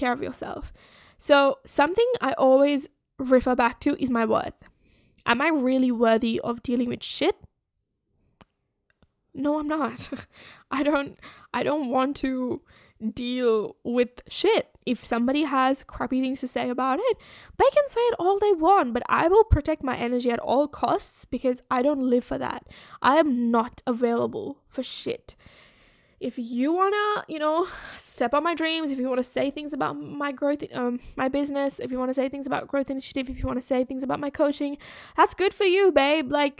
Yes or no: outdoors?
no